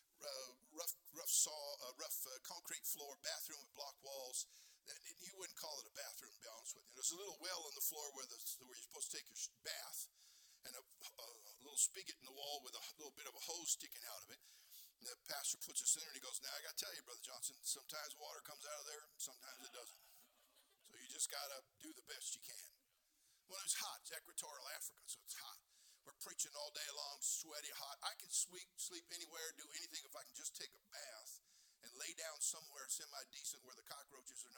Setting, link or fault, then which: setting, large echoing room